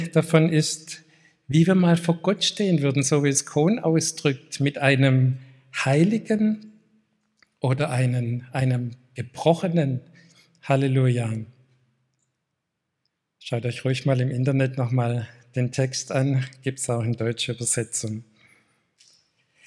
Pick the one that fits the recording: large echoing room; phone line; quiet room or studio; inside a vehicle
large echoing room